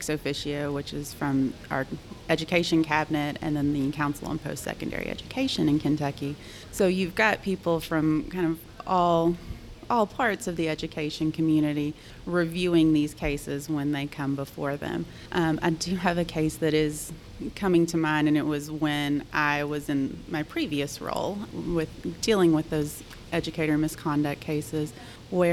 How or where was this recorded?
busy venue